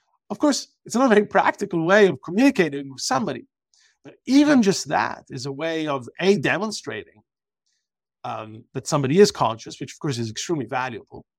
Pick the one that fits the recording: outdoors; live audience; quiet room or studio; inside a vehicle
quiet room or studio